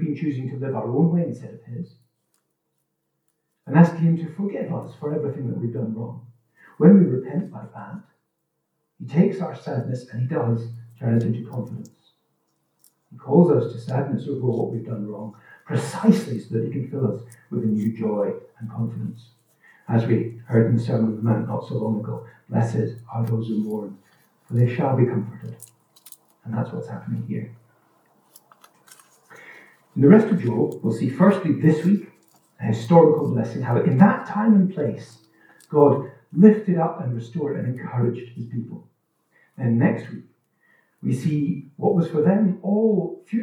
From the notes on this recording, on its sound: This recording is of low quality, due to technical issues, but should be audible throughout.